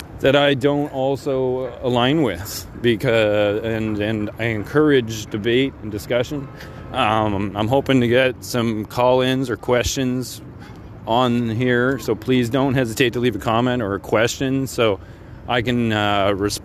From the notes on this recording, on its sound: Live interviews at a freedom protest in Toronto, Canada